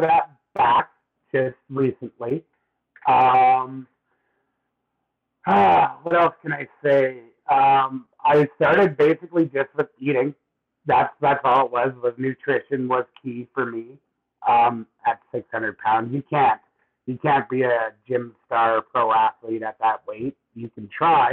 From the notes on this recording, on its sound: We had a few technical issues with the sound